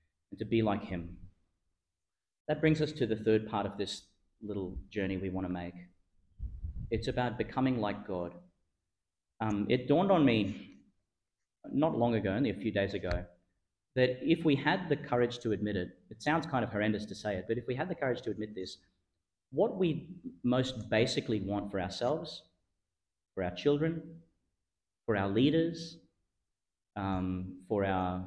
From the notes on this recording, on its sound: delivered (at the evening Mass) in Our Lady Star of the Sea Catholic Church, Gladstone, Qld.